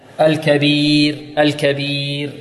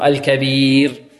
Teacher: الكبير عندنا الراء ماذا؟ مرققة، لماذا؟ لأن قبلها يا ساكنة